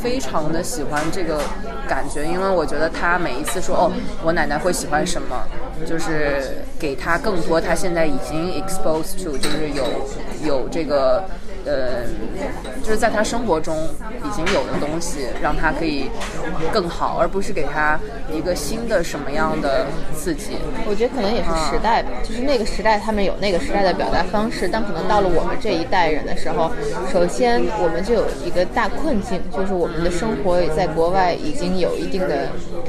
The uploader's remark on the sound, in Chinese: 在法国作家波伏娃最爱的花神咖啡馆一起聊聊。由于我们见面录音的地方是一家咖啡馆，希望周围的声音可以把大家带到巴黎带到我们身边。